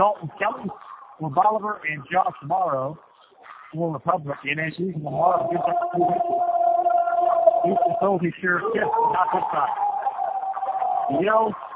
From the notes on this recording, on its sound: Here’s the full quarterfinal game play-by-play. The audio quality is a little iffy in the beginning, but it gets better as the game goes along.